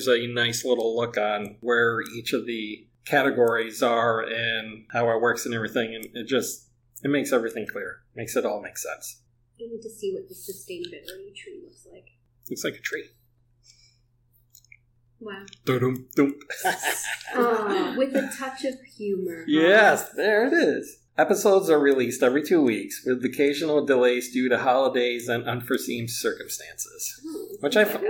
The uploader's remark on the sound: Please excuse the poor audio quality. We accidentally recorded the show using the laptop microphone.